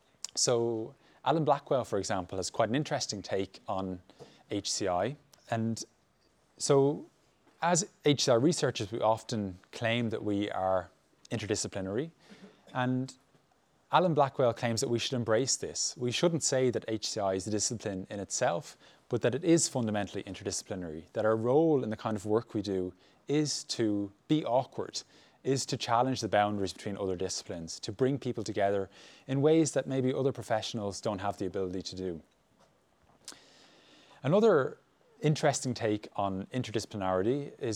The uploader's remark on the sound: Talk to our live audience. Live Q&A.